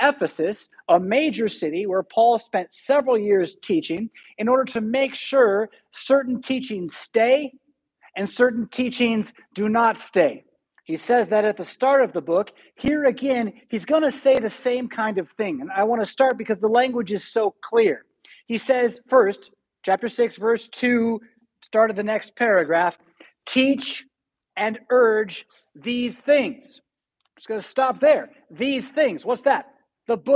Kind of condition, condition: setting, large echoing room